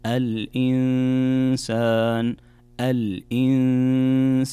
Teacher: نون ساكنة جاء بعدها حرف السين، والسين من حروف الإخفاء، فعندنا كذلك هنا غنة بمقدار حركتين